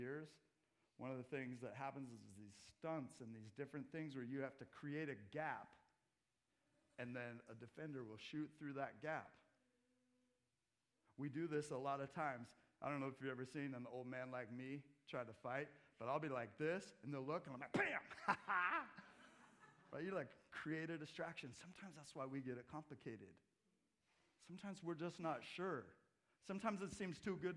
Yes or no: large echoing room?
yes